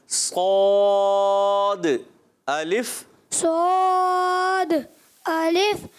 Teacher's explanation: صاد کو موٹا بھی کرنا ہے، دال میں کلکلا بھی ہوگا